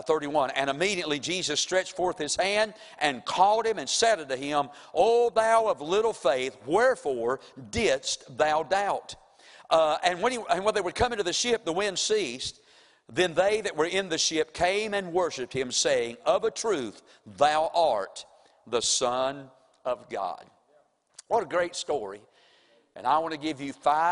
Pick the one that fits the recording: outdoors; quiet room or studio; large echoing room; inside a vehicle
large echoing room